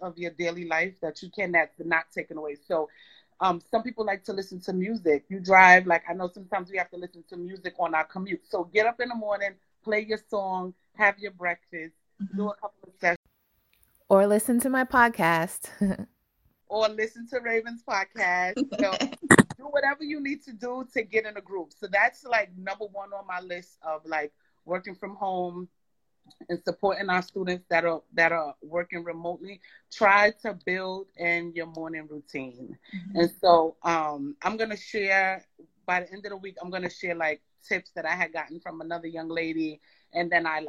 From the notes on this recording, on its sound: On an IG Live